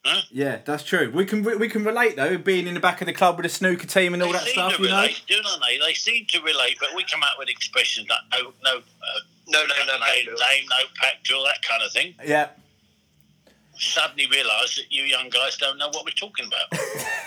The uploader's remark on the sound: This week we have a phone call